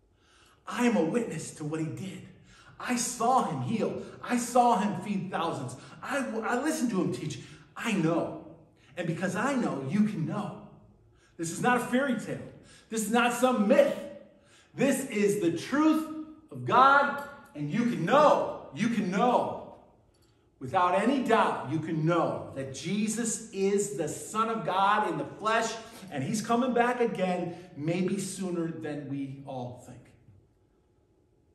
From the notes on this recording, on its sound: at Burlington Christian Church on October 22nd, 2023